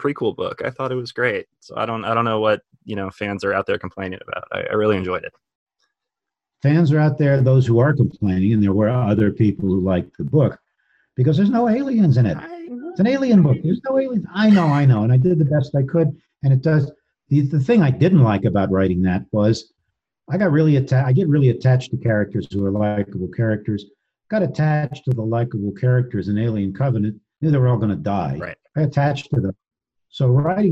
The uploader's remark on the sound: This episode was recorded remotely via Zoom and as such the sound quality may not be up to the usual high standards of the podcast recorded in the studio. We hope the content will make up for any deficiencies in the audio.